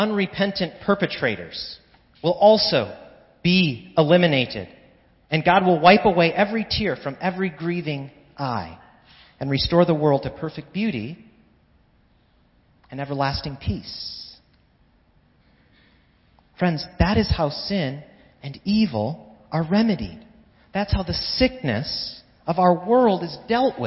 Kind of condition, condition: setting, large echoing room